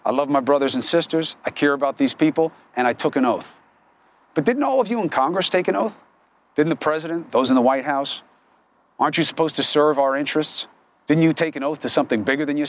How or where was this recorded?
outdoors